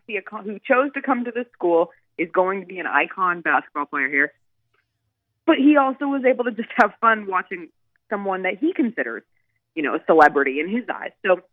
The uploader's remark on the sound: call in to help review